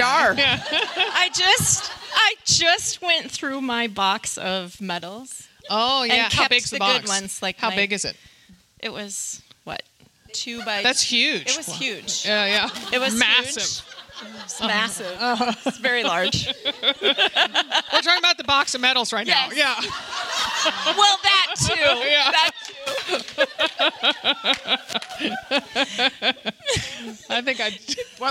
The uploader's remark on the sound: Recorded in front of the Hilton Head Island Retreat attendees, this episode is full of rowdy laughs and get-you-moving inspiration.